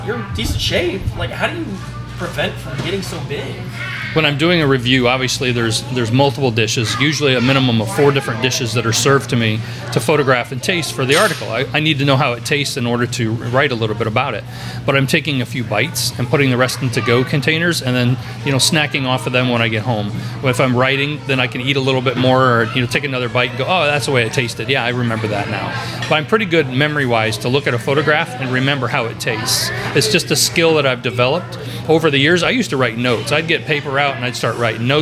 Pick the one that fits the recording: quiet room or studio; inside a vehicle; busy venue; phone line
busy venue